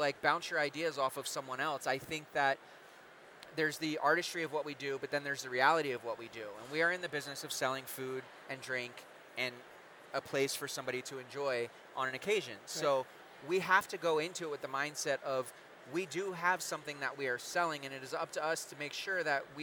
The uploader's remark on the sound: Live from The Shamrock Foods EXPO